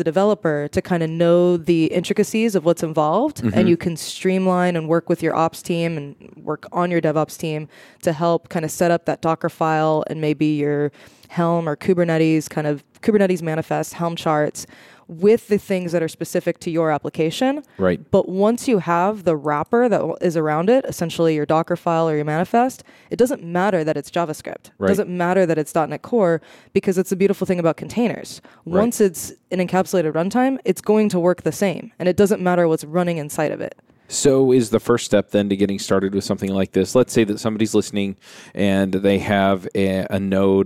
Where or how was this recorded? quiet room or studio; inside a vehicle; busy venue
busy venue